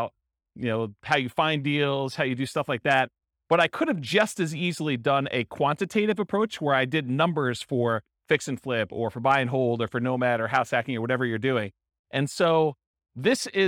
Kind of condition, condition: setting, live audience